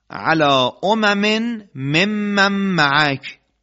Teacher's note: محبس میم در لبهاست ولی صداش در بینیه. لبها وقتی به هم میچسبه حرف میم صداش از بینی خارج میشه